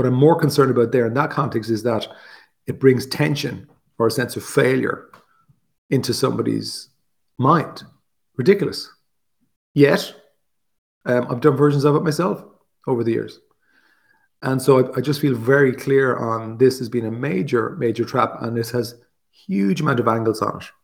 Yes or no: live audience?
no